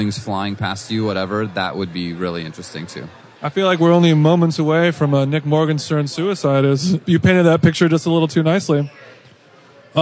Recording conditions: busy venue